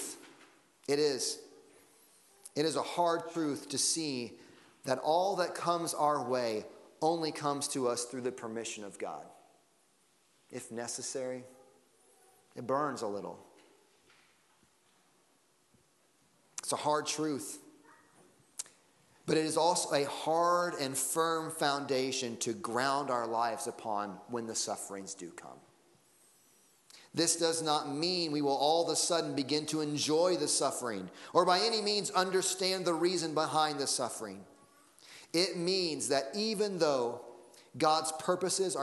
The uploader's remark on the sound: Sunday Morning Service Audio